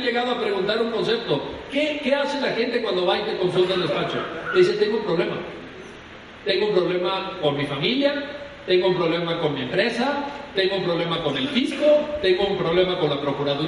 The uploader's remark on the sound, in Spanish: Impartida el 26 de Mayo de 2015 en el Auditorio Ponciano Arriaga de la Facultad de Derecho de la Universidad Autónoma de San Luis Potosí. Conferencia Magistral. En el Auditorio Ponciano Arriaga de la Facultad de Derecho de la Universidad Autónoma de San Luis Potosí durante la celebración del los 30 Años del Bufete de la Garza.